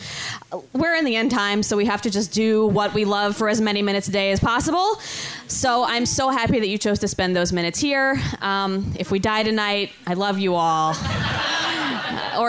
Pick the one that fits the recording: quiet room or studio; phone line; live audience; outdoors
live audience